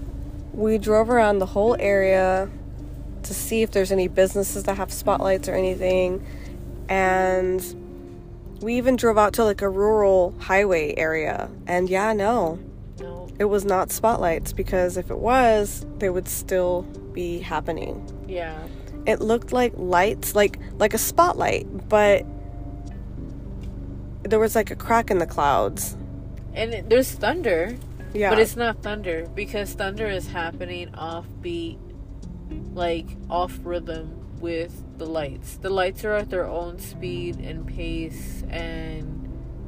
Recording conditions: inside a vehicle